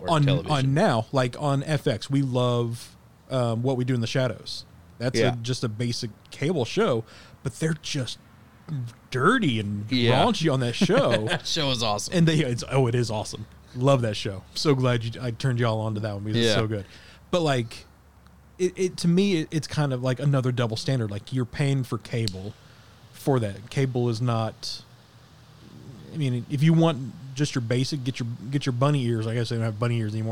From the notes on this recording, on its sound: take the show outside into the crisp cool Autum air